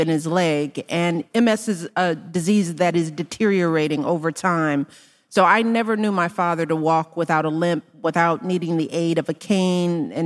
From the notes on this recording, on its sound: While on her book tour for “The Light We Carry,”. In front of a live audience. Special thanks to Higher Ground Media for providing Making Space with this audio.